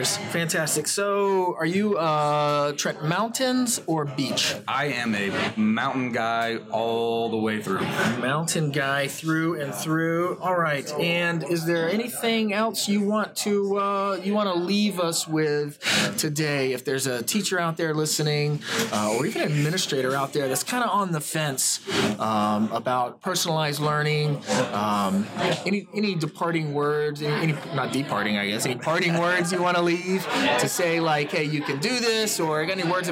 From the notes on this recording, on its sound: We apologize for the noise on this episode, but Hurricane Irma forced us to improvise and record at a local Starbucks.